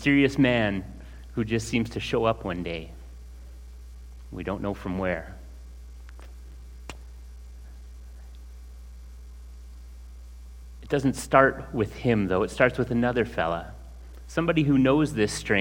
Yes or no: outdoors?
no